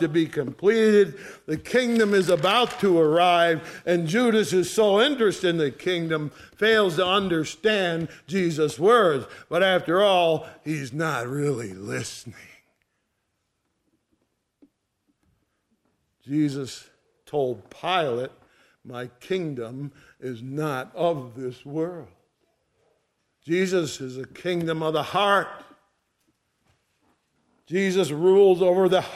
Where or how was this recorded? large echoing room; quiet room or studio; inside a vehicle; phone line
large echoing room